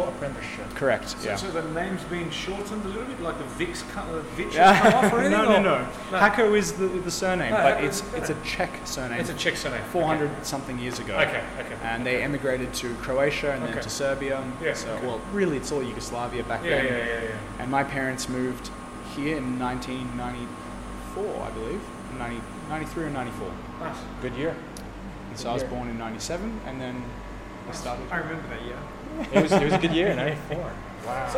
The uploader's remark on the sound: While competing with various background machine noises. Was recorded live in Sydney, Australia.